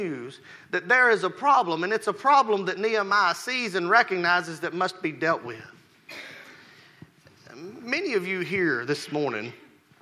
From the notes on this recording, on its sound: Rocky Valley Baptist Church morning service